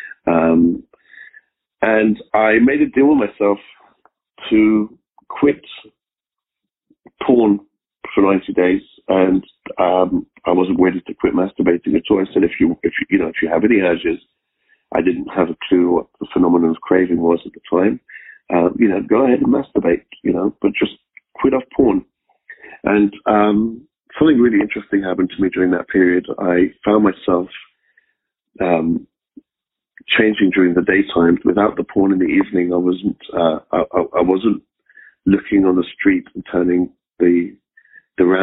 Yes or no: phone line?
yes